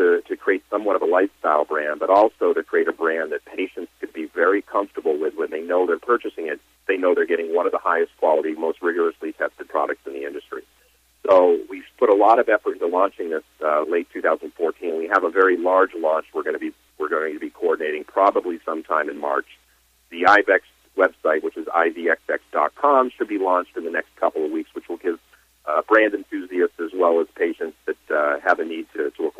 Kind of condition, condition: link, phone line